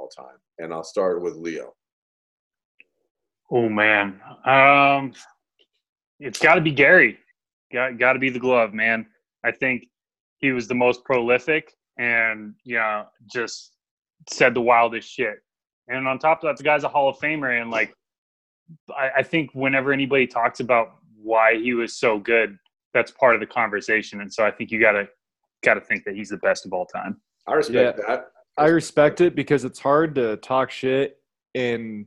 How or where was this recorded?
video call